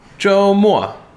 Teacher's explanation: 周末, first tone, fourth tone.